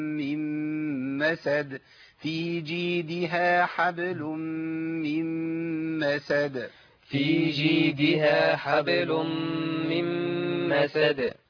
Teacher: عندي الميم مشدده حرفين هجيب ميم ساكنه وبعديها متحركه اقول ايه حبل ادي ميم ساكنه حبل مي ادي ميم متحركه